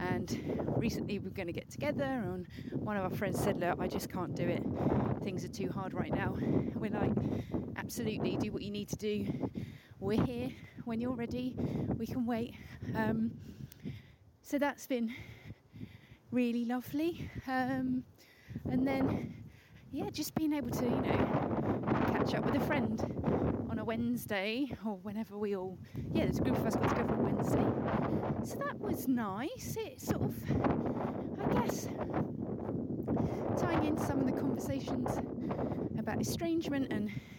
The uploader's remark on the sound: Hopefully the audio isn't too distracting - it was a windy walk!